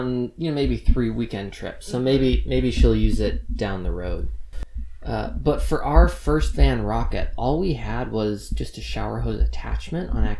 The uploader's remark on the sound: Stick with us on the crumby audio, we ordered a new mic!